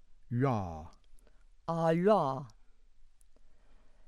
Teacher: the voiced labial palatal approximant